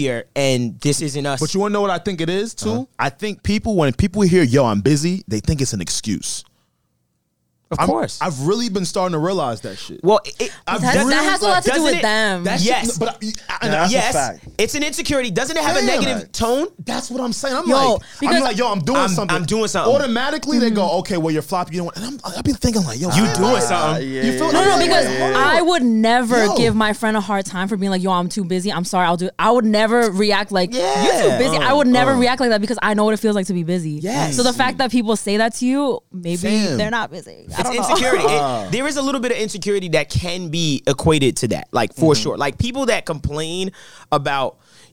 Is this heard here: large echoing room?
no